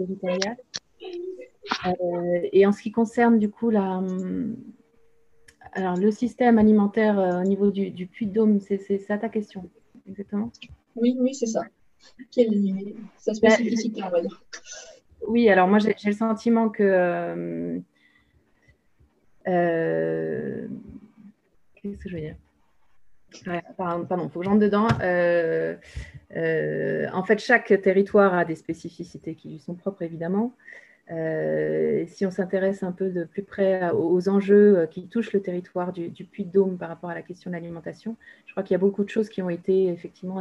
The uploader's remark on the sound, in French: 4 décembre 2020 en visio